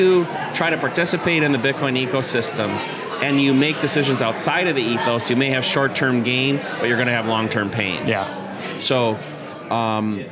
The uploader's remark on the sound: Live from the South Carolina debut.